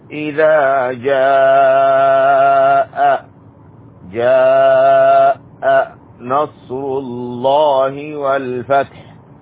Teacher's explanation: إذا جاء نصر الله والفتح. نصر الله، لفظ جلالة هنا مفخم لأن ما قبله مضموم. إذا جاء، جاء نصر الله والفتح.